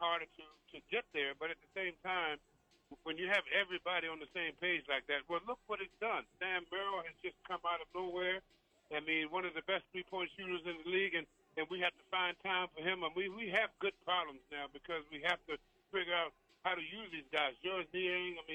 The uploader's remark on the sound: As we continue to broadcast live from Rocket Mortgage Fieldhouse.